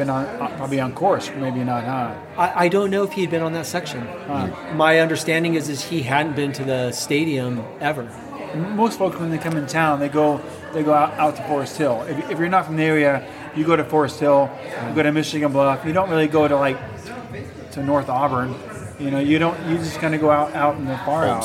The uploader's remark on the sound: a live recording session late in 2021 at The Aid Station in Auburn, CA.